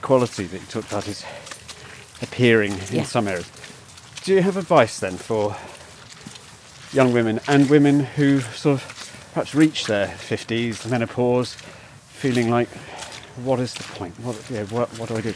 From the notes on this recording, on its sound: A riverside walk.